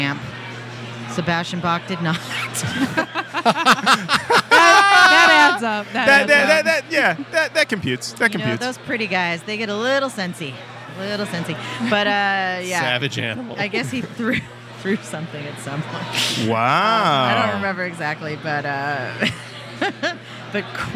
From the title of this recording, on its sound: Live at Rock N Pod Expo 2